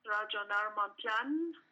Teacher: the last two syllables are almost swallowed, almost not pronounced